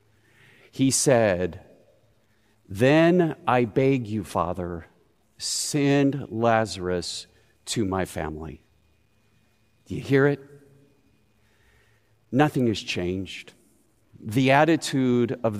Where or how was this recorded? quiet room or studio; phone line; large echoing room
large echoing room